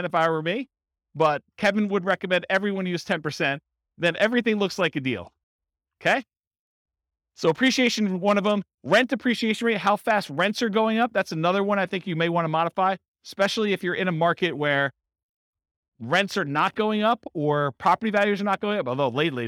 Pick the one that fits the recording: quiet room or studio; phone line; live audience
live audience